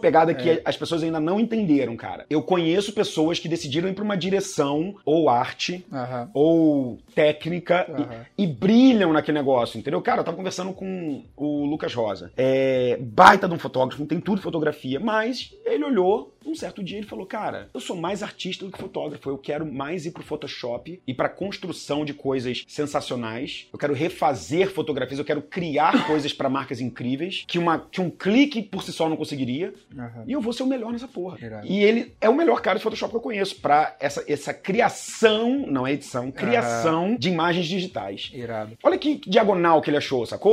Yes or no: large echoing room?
no